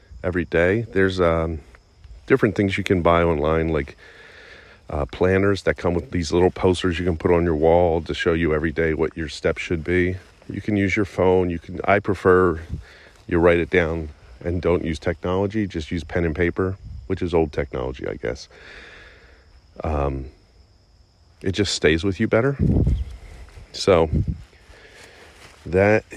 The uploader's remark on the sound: I record the entire podcast while walking my dog